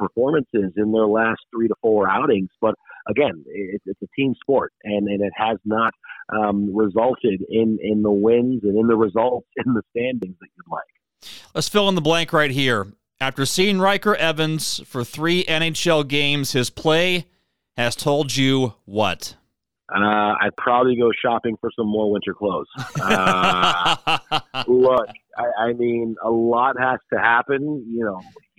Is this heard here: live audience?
no